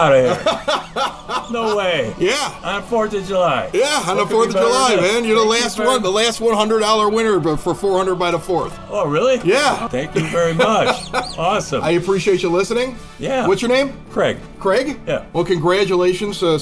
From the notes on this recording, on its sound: Recorded at this year's Evergreen Park Independence Day Parade! The Evergreen Park Community High School Marching Band.